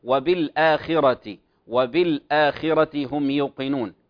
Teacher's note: تثبت هذه الهمزة في الابتداء وتسقط في حالة الوصل · Term: همزة الوصل